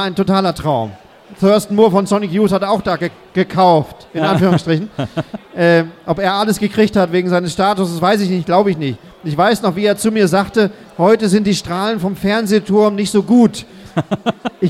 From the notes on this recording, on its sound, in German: Bonus Track, live. Der live-Mitschnitt von unserem Lounge-Event.